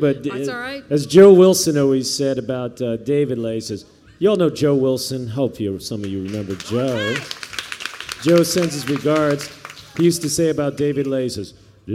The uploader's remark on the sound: workshop Richmond Folk Festival (2014)